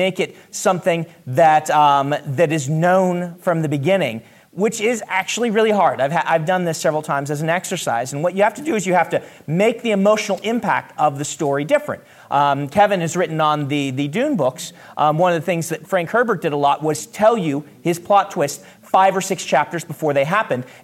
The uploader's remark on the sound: Joined us at Sasquan/WorldCon 73 to take questions about plot twists. Here are the questions that came in from our live audience.